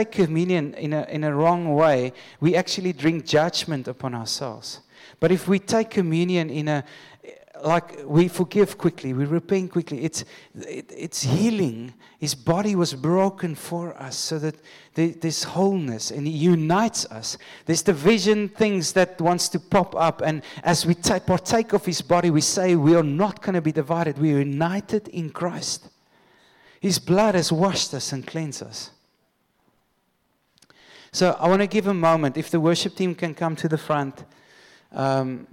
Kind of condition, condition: setting, large echoing room